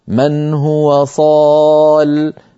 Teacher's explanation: صالي نرى أن ليس في آخرها ياء، وأصلها صالي بوزن فاعل، فكتبت من غير ياء على نية الوصل، فإذا وقف حفص عليها مضطرا أو مختبرا قال من هو صال من غير ياء في آخرها